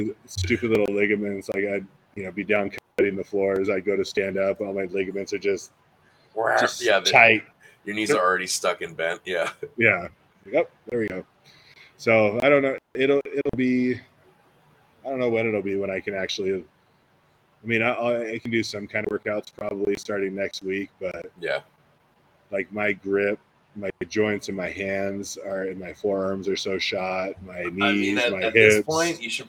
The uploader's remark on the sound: Live from the new Industry Strength